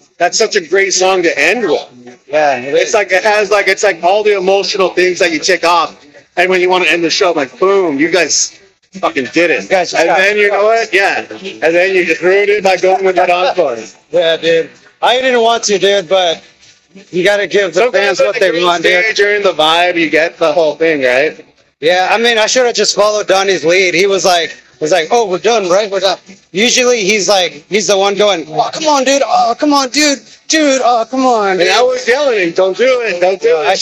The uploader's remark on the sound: Live podcast... Audio quality questionable.